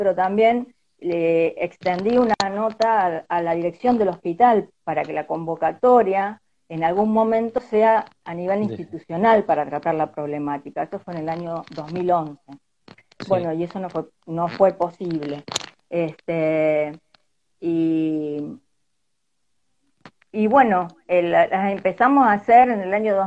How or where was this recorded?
video call